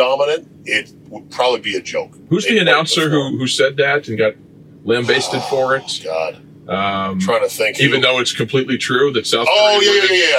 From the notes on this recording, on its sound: Joined in the van. The Rodecast recorder crashed and lost power. Sub-optimal camera audio exists and was saved!